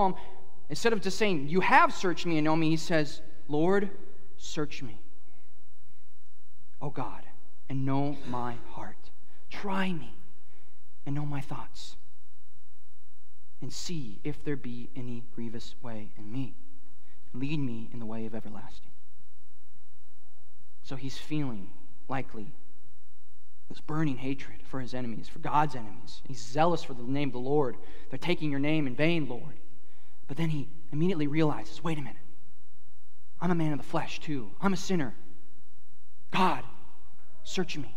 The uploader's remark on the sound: at Harvest Plains Church in Mapleton, ND